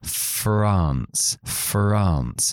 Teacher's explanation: Hasta que no llego a la A, no sale la voz.